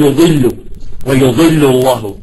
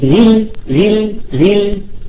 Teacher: فالضاد يعني تجد أنها أفخم من الغين، تمام، ليش؟ لأنه الحنك الإنسان عم ينطبق لفوق انطباق كامل